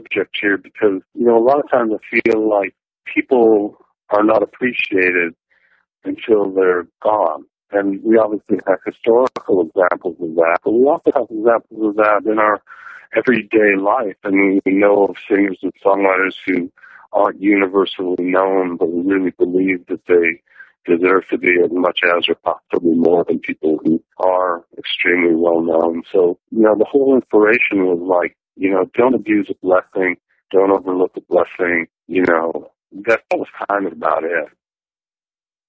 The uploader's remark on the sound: It’s got that kind of “telephone” sound to it, but you’ll be able to understand.